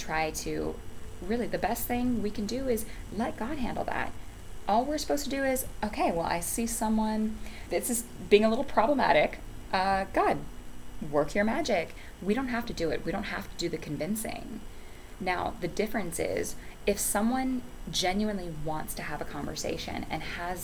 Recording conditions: background noise